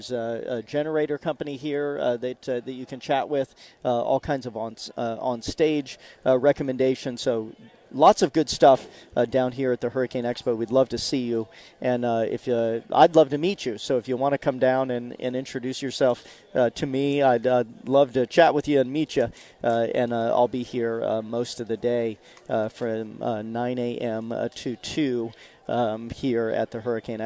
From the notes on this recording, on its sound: live this week from the First Alert Hurricane Expo